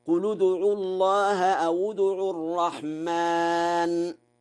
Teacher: قرأ ورش بضم لام قل وواو أو، وذلك في حالة الوصل، فيقرأ هكذا: قل ادعوا الله أو ادعوا الرحمن.